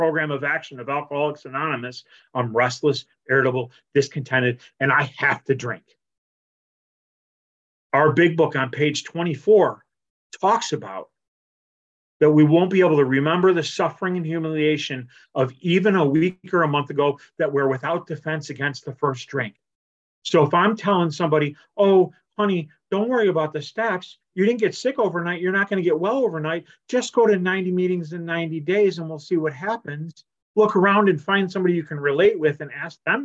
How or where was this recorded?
video call